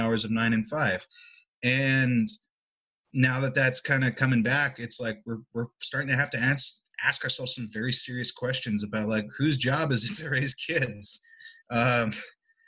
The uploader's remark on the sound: They spoke over Zoom